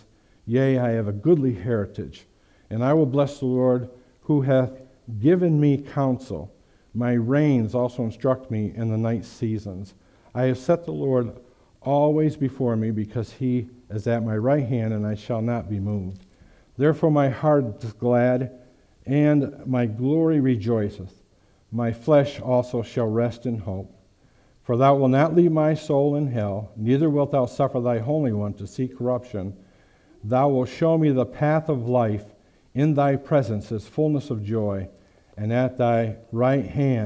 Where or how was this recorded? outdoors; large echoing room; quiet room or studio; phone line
large echoing room